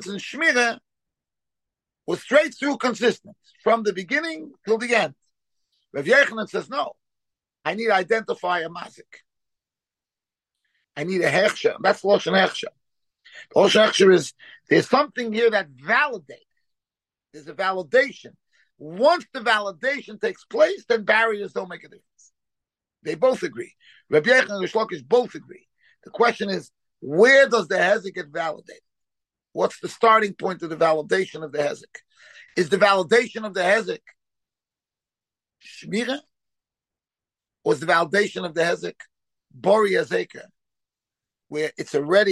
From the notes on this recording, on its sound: Shiur given over Zoom.